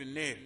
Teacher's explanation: فيها إمالة صغرى تقول النار